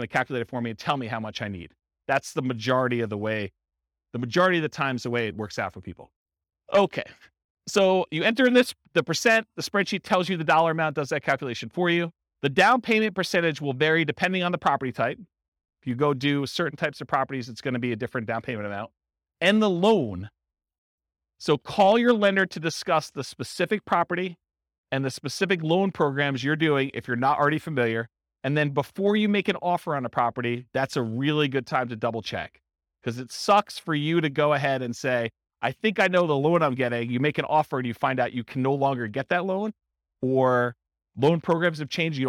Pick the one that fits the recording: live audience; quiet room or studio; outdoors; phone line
live audience